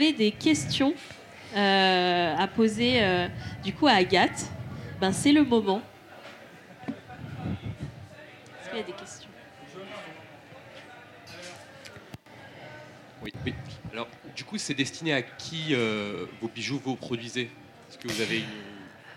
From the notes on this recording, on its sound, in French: Enregistré en live à la Recyclerie à Paris en partenariat avec Weslow, accélérateur de marques engagées mode et lifestyle.